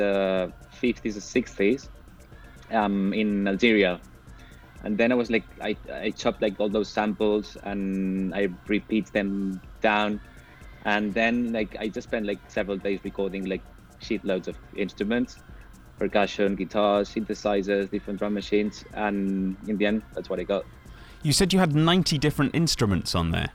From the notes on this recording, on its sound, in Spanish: Primavera Sound, Radio Primavera Sound y Primavera Labels presentan la ‘listening party’ de …. En directo desde Abaixadors10.